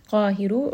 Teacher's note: This is going to be a two-count mud. Qahiru, ra here is also going to be heavy because it has a dhamma